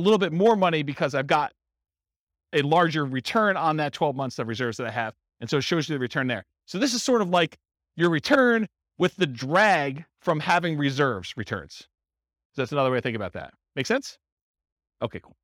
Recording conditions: live audience